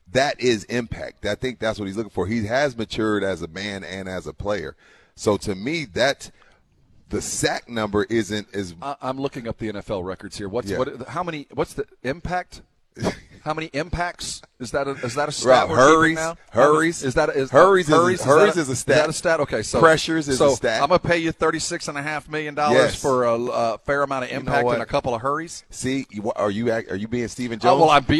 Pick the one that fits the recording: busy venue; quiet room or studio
busy venue